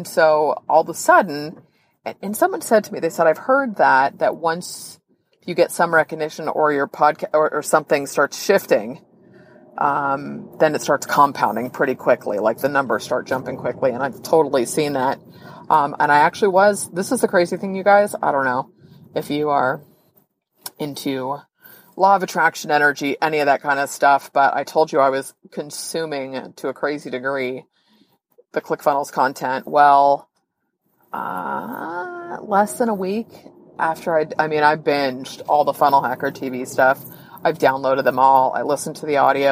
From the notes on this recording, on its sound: This episode is a little different in that I recorded the episode from the car before I wrote the show notes.